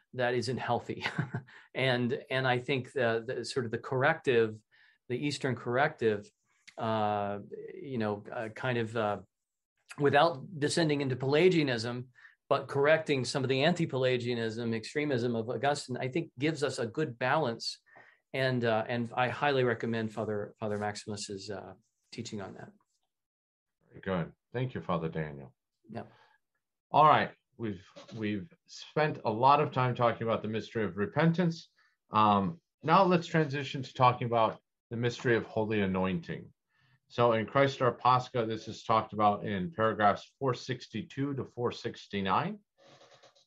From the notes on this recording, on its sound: This is a recording of the seventh webinar in the Becoming Byzantine series.